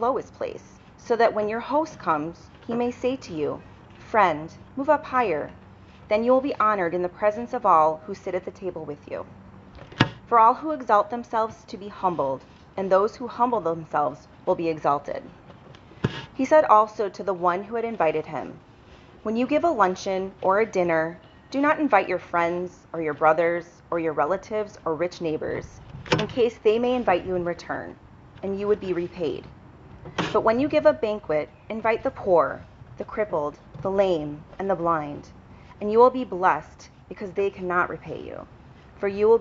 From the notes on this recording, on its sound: Since it was preached at an outdoor service, you will hear some extraneous sounds!